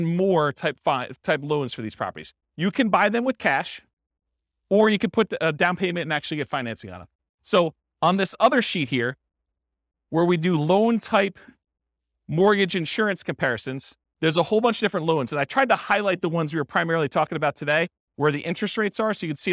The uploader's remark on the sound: This was a live class recorded